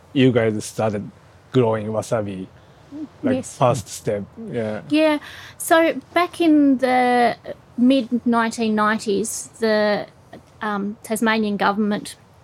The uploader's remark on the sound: Smack bang in the middle of the farm, we sat down and recorded